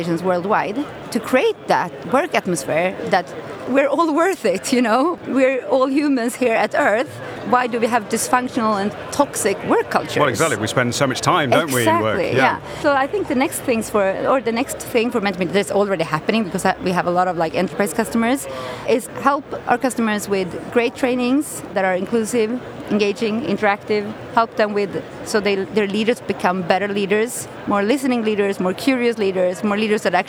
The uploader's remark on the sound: Slush, Helsinki. The first of three episodes recorded at Slush in Helsinki, that we produced in partnership with Remote, the global HR platform, where we recorded a series of interviews from Remote's booth with a number of the speakers and attendees.